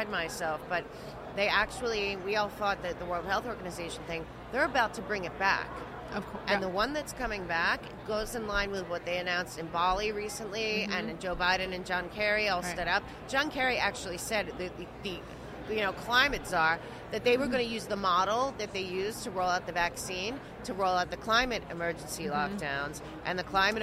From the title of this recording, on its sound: Podcast at AmFest